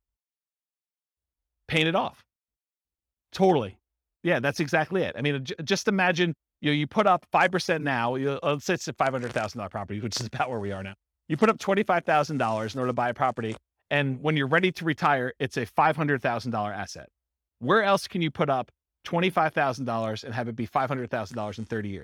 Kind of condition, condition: setting, live audience